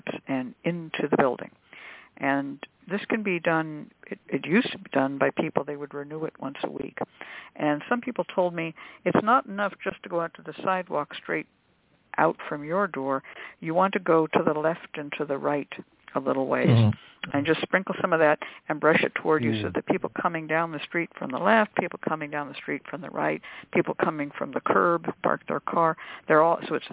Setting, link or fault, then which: link, phone line